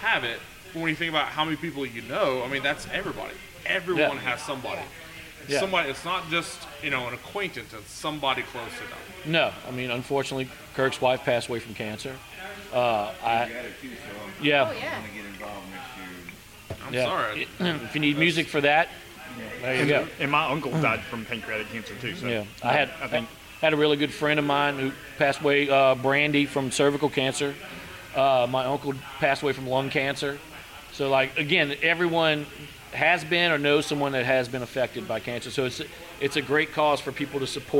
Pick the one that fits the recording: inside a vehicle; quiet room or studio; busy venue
busy venue